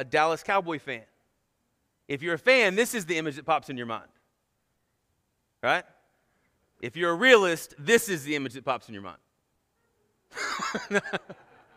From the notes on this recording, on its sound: Sermon Audio from our Worship service